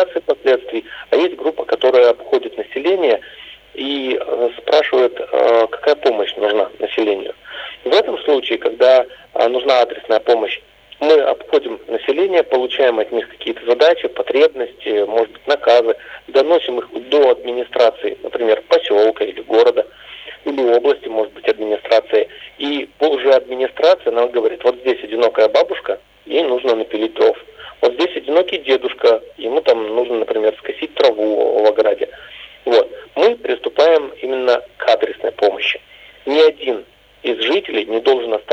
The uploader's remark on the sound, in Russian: по телефону